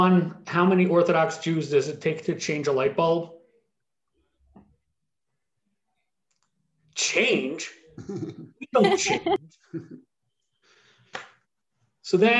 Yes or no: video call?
yes